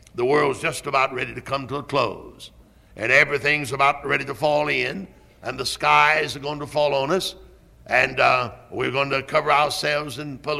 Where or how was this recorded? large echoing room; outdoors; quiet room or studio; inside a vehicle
large echoing room